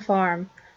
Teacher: she dropped her R in some of the words that had an R